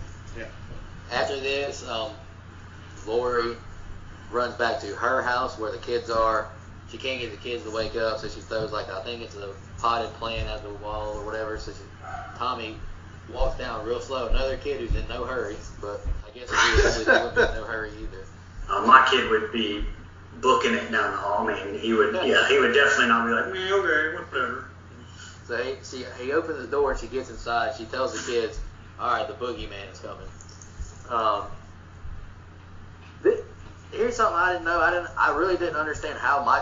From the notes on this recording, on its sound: There's a tad bit of sound issues on this one